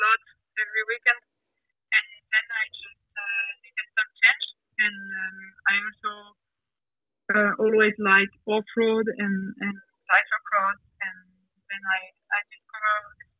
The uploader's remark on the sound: on the phone from Italy